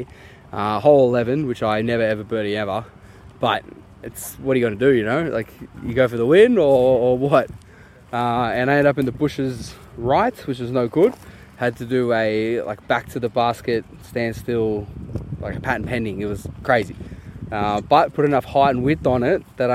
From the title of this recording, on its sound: live from Ruffey Rumble